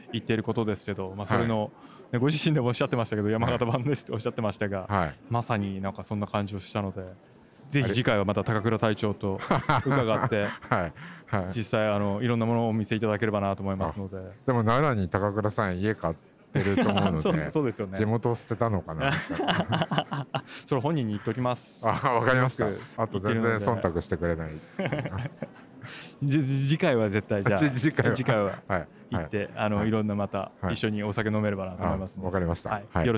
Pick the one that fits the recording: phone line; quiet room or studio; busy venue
busy venue